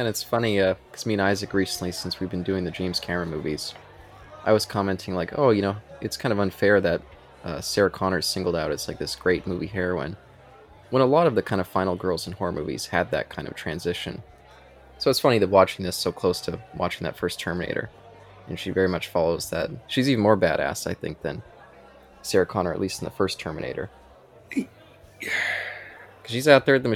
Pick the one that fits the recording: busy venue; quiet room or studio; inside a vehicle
busy venue